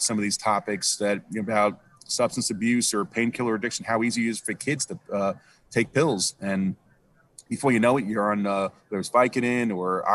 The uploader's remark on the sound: Radio Row in Tampa Bay. Live from Radio Row.